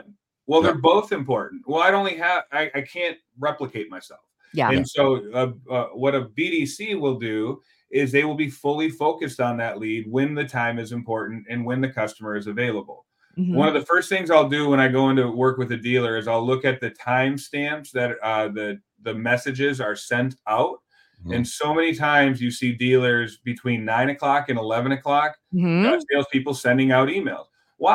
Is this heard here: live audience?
no